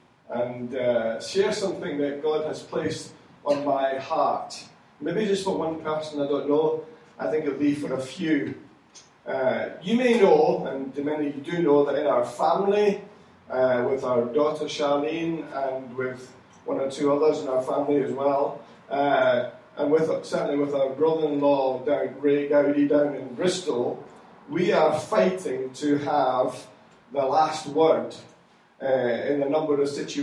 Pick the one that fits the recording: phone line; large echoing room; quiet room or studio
large echoing room